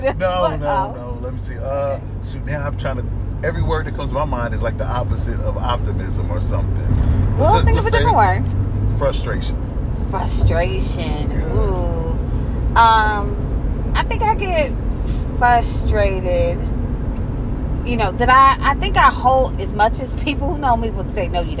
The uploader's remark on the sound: Head home to Louisville they play a word association game in the car.